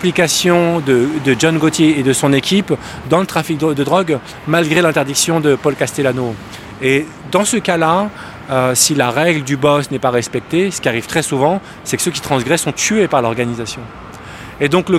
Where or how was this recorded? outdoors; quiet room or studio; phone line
outdoors